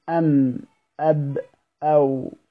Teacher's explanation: لأن الشفتين لا ينطبقان مع الواو وينطبقان مع الباء